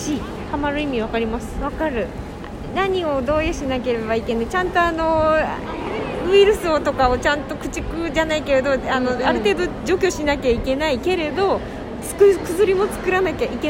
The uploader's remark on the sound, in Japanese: 野外収録の為、環境音注意